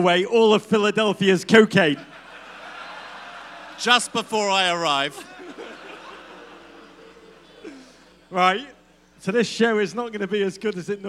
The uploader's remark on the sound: USWNT World Cup Pod Live in Philadelphia.